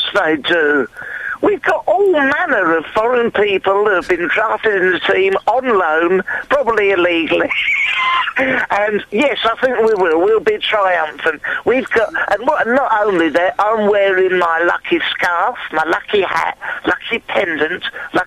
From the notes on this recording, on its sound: the big phone-in